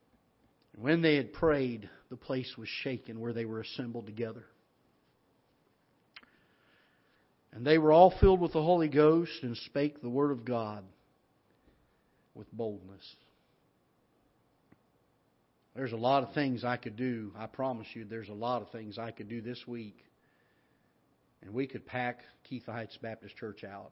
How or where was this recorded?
large echoing room